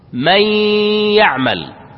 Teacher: إدغام بغنة يعني تبقى فيه الغنة وننطق الغنة بمقدار حركتين